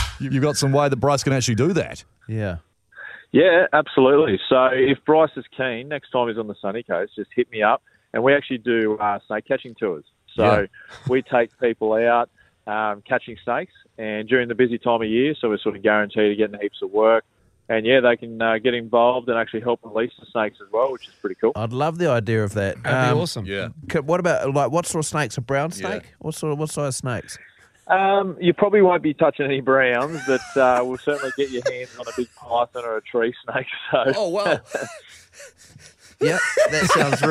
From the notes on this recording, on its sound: We are joined on the phone